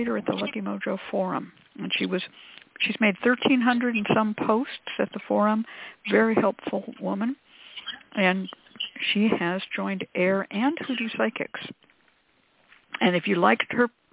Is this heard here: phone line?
yes